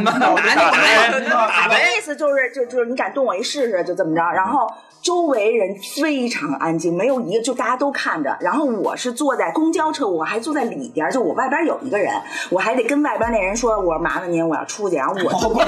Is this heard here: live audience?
no